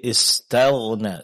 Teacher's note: Huruf ta tetap tipis, jangan terpengaruh oleh tebalnya huruf ghain setelahnya ya.